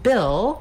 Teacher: we have the vowel I, which is a lax high front vowel.